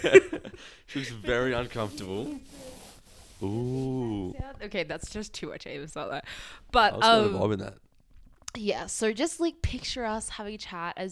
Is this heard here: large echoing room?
no